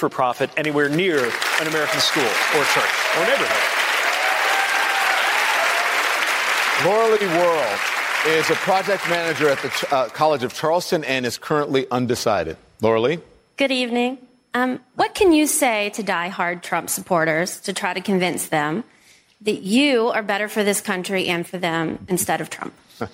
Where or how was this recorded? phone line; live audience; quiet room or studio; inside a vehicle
live audience